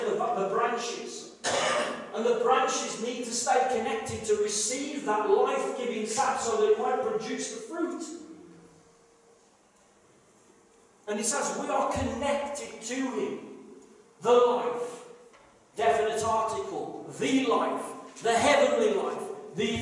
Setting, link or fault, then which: fault, poor sound quality